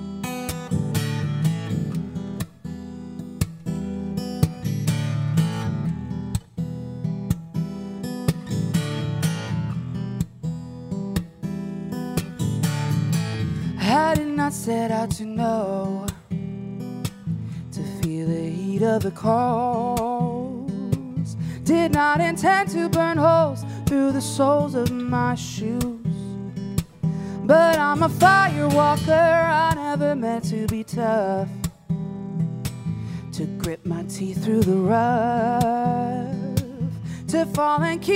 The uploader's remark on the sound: from the 2020 30A Songwriters Festival